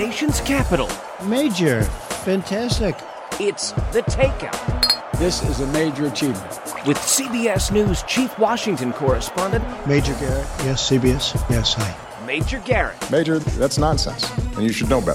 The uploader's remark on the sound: We're at Ris in Washington's West End.